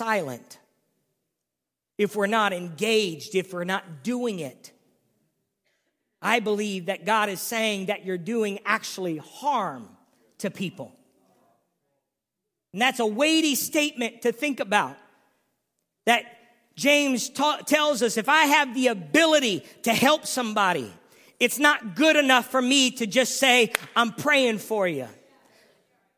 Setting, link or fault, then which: setting, large echoing room